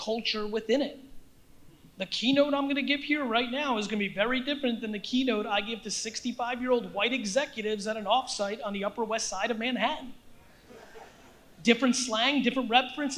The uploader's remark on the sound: This episode is from a keynote I gave at the 2019 A3C Festival in Atlanta, Georgia.